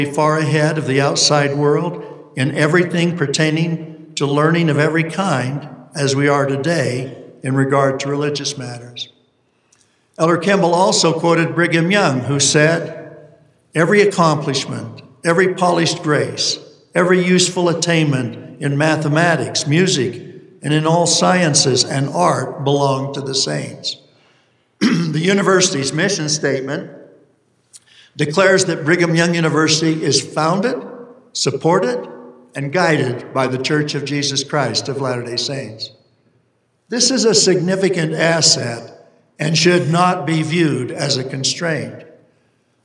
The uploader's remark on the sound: delivered this university conference address on August 28, 2023